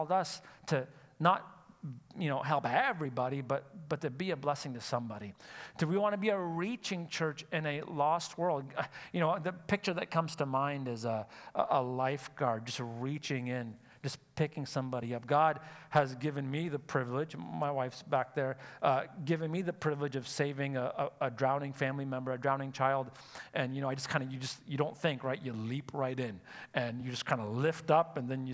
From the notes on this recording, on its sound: Sunday Service live broadcast